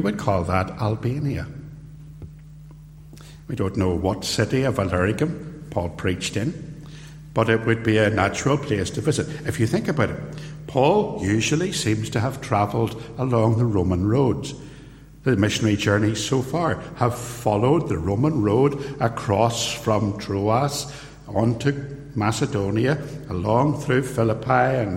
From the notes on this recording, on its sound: Recorded live at Templepatrick Reformed Church